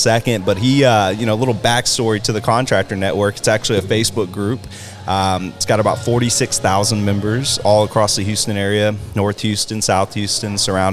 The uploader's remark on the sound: Live at Rowdy’s in Spring, TX for The Contractors Network event. This is a monthly event held on the third Thursday of every month.